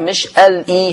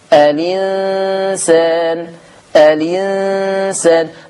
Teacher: زي كلمة الإنسان ال اي، هنا هعمل نقل تبقى مش ال اي، هشيل الهمزة واخد الكسرة احطها على اللام · Shown in: second take